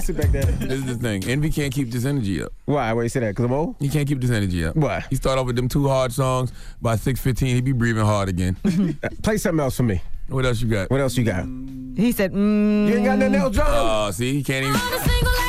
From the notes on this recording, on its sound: we opened up the phone lines